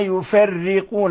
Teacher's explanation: كيف رققنا الراء، يفرقون، لأن الراء مكسورة كسرا لازما، كسرا لازما يعني كسر مباشر وقع على الراء فترقق الراء لذلك، فنقرأها هكذا.